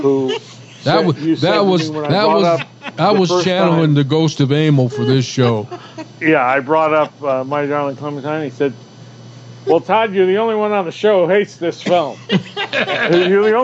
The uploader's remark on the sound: Our end-of-the-month show is Movie Saturday live at the White Stallion Ranch.